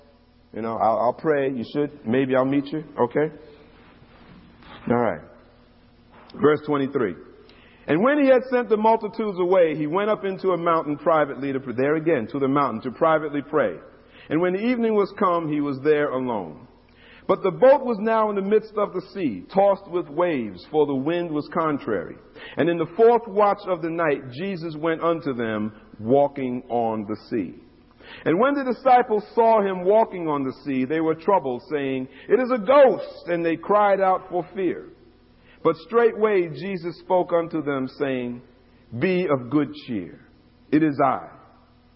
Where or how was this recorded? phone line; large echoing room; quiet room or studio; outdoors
large echoing room